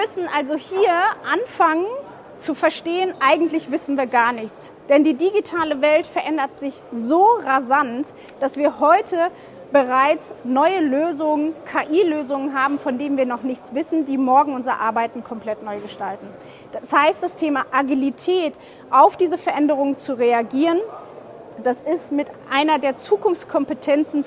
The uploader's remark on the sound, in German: Live auf der MOW 2023